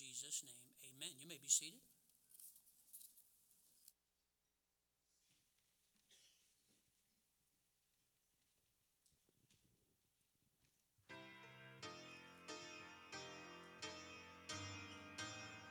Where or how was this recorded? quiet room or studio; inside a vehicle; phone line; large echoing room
large echoing room